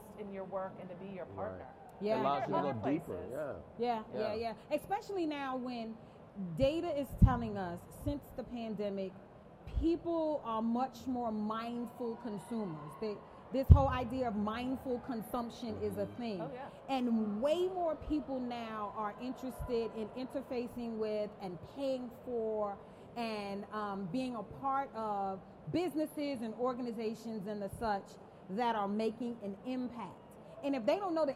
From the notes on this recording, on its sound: This episode is from the live taping at the Multicultural Leadership Experience at YMCA General Assembly.